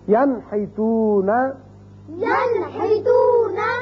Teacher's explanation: نون ساکن کے بعد ہا آ گیا تو اس کو ہم ظاہر کر کے پڑھیں گے نون کے مخرج کو، ینحتونا ینحتونا، یہ تھی مثال ایک کلمے میں نون ساکن کی.